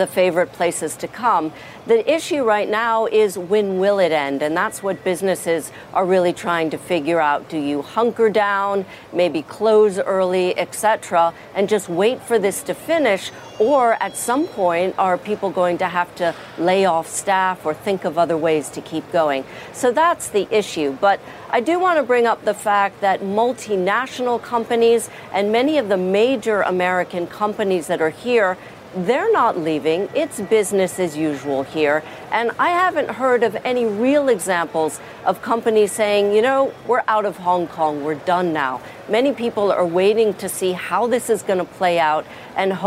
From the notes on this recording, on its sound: live from the New York Stock Exchange